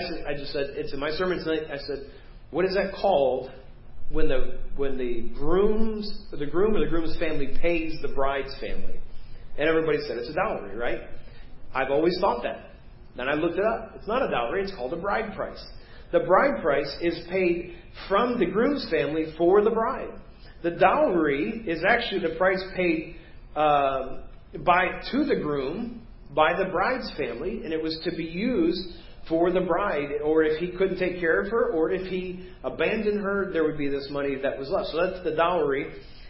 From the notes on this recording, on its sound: Preached at First Baptist Church of Hazel Park